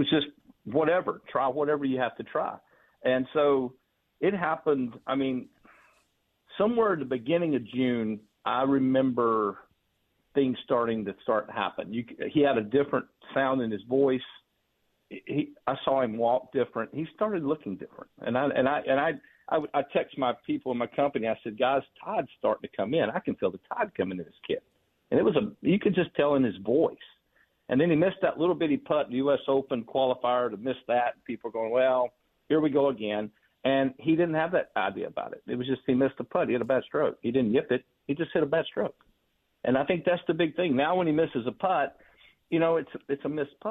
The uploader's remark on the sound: calls in Live from the BMW Championship